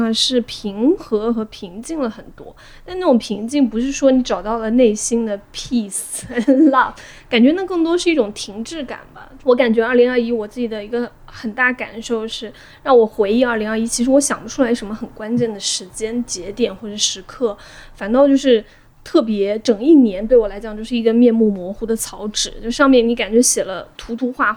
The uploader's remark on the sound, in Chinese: 因为录制当时有施工声，后期剪辑做了处理后导致人声没那么清亮。